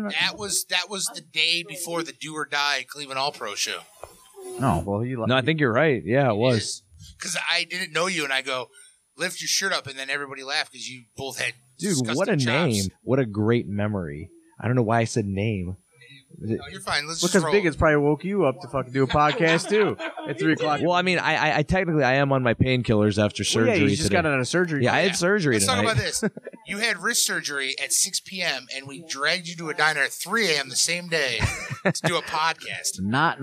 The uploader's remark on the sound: Are on the road again this week as they broadcast live from The Golden Nugget Diner somewhere in Chicago.